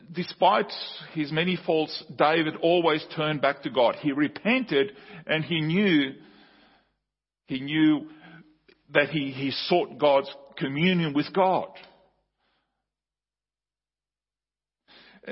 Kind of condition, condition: setting, large echoing room